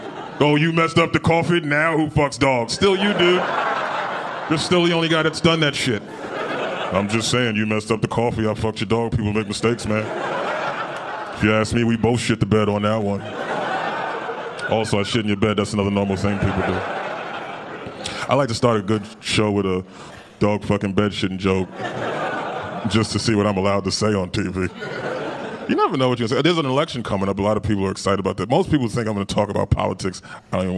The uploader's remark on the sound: Gotham Comedy Live Stand Up Comedy